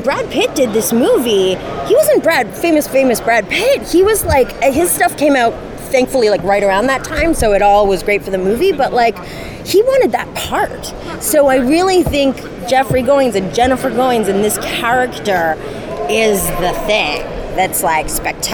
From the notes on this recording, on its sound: Taped at NYCC